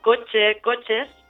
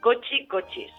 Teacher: el que fa és transformar en una palatal tancada · Shown in: second take · Term: xipella